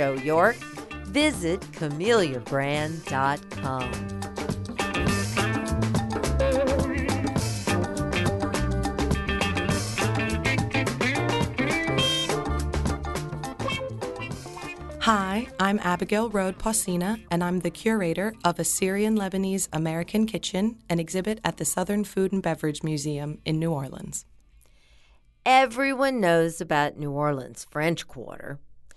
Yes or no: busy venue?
no